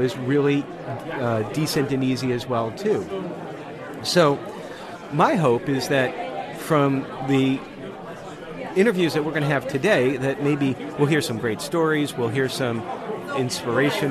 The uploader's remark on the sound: we are recording live from the RETR3AT conference at Montreat College!